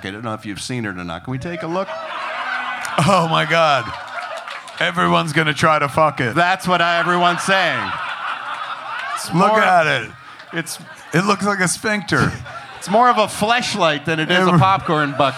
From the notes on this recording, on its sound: Perform live at Flapper's Comedy Club.